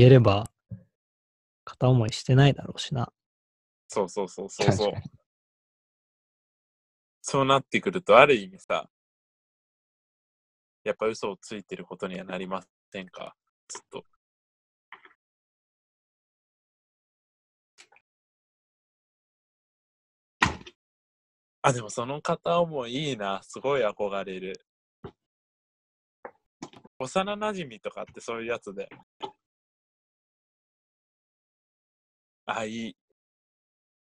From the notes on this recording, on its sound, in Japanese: 録音に失敗しました。